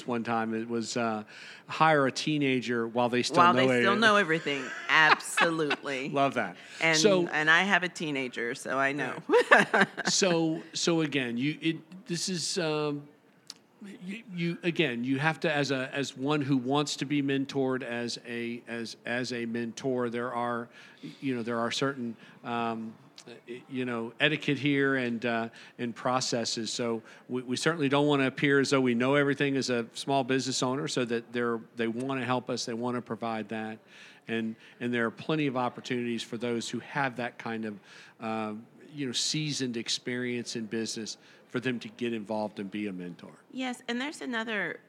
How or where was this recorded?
busy venue